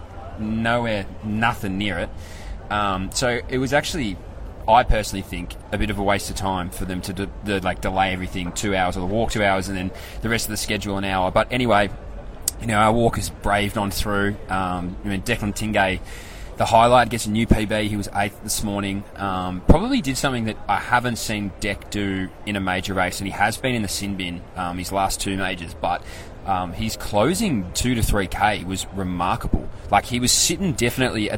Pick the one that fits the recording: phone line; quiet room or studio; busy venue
busy venue